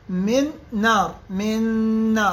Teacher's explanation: هاي الغنة مال النون الثانية مو الأولى، الأولى ذهبت بالكلية